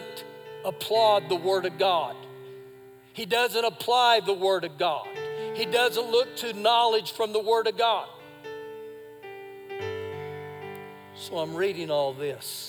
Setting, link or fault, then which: setting, large echoing room